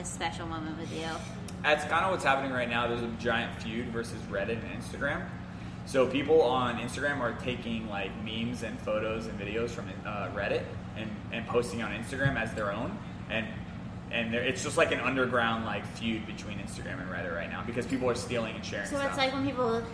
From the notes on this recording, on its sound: We are recording in a special beer making room at Fishweir. We are recording in a special beer making room at Fishweir.